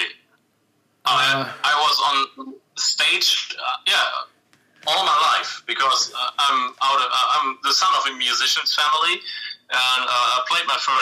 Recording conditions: phone line